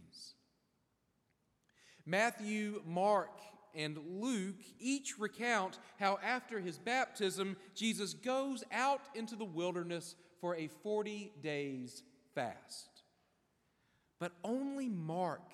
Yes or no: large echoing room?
yes